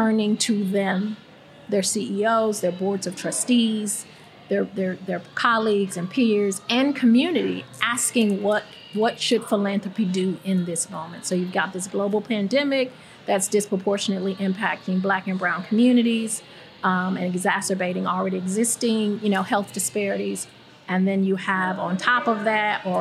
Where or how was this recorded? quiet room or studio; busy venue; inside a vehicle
busy venue